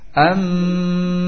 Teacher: mim tersebut memiliki sifat gunnah am yang keluar dari batang hidung. Kemudian ikhfa, yaitu samarnya antara mim dan ba karena sama dari kedua bibir, sama keluar dari dua bibir, sehingga samar antara mim dengan ba. · Term: iqlab